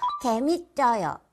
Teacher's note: 혀를 원래 둬야 할 위치보다 너무 뒤에 두고 소리를 내도 문제가 생기는데요. 이럴 때는 기역으로 소리가 나요. 재밌어요 안 하고, 개밌어요 이렇게 돼요.